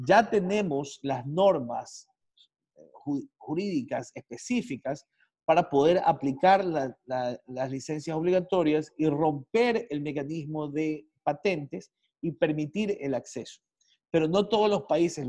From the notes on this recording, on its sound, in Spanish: se realizó a través de la plataforma ZOOM